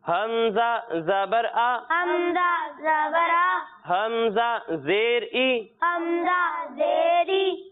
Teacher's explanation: جب ہم حمزہ کی ادائیگی کریں گے تو اس کی ادائیگی حلق کے نچلے حصے سے ہوگی